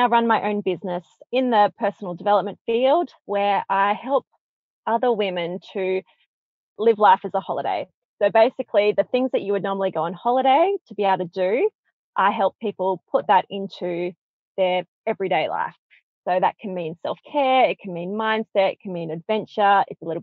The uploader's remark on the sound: She recorded from her car because she had put her 3 homeschooled children into a creche so she could do it.